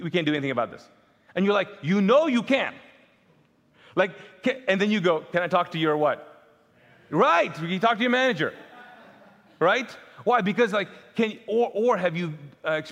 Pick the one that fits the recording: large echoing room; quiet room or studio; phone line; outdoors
large echoing room